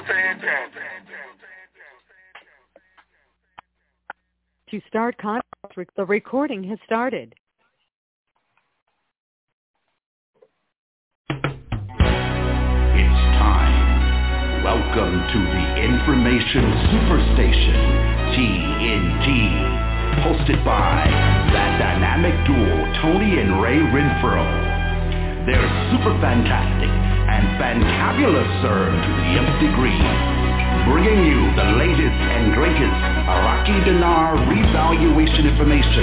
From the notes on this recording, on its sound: TNTSuperfantastic Conference Call